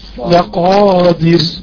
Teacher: دائما حافظ على التفخيم بتاع الألف إلى نهايته